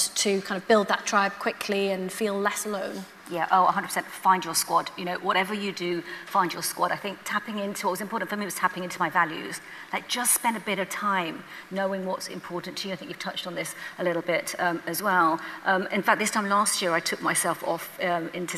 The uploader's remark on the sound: Elite Business Live 2023 ‘On Tour’. Took to the stage at Atomicon in Newcastle for Elite Business ‘On Tour’ programme three.